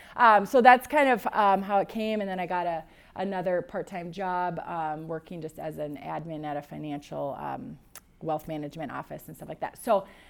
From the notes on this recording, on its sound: EQUIP Conference 2022 – April 30th Breakout. At EQUIP Conference.